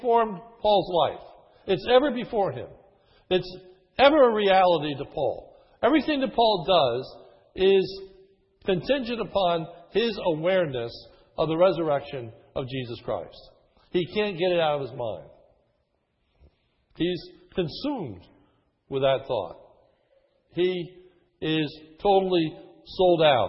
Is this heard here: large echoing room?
yes